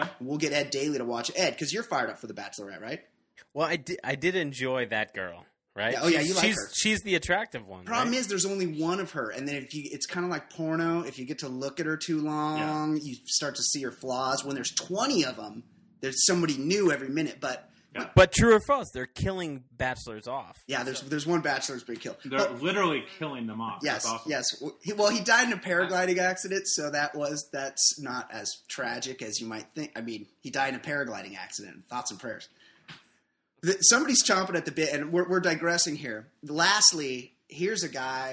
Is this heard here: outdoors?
no